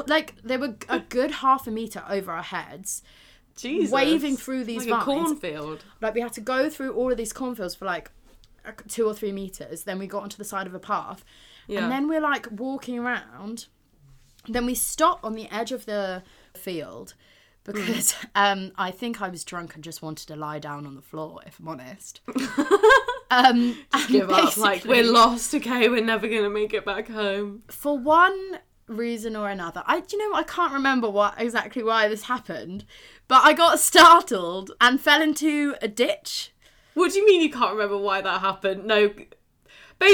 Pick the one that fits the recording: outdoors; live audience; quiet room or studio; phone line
quiet room or studio